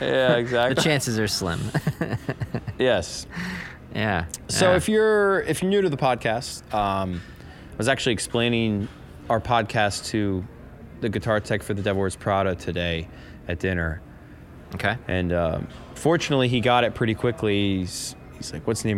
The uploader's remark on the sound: recording from a hotel lobby on his day off from tour